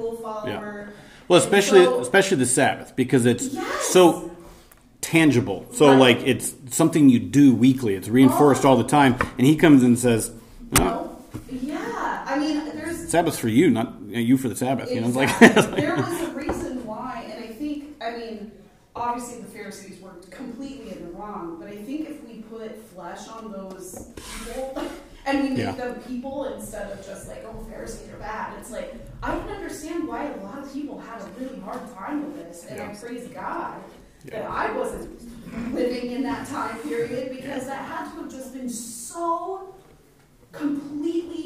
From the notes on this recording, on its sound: This is the recording of the Sunday School class taught by our elders.